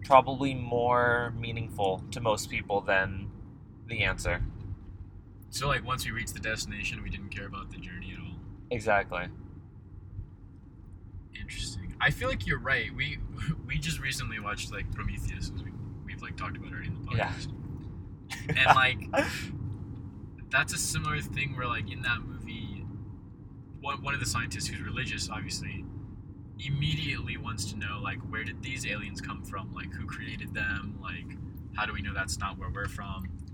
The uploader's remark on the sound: Recording a Podcast Episode but We're Driving Around and It's 100 Degrees Outside. We attempt to record an episode in the car.